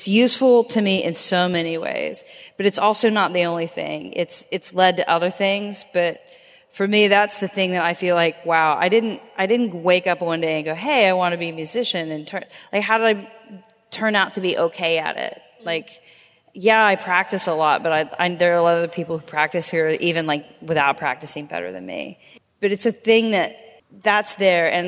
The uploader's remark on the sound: This long-form episode was recorded live from SpiritPride Vancouver in downtown Vancouver, BC, Canada.